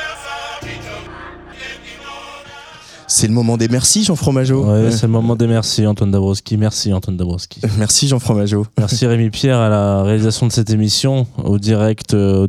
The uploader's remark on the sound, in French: Place des Fêtes aujourd’hui est dans le 06, en direct du Palais des Festivals de Cannes.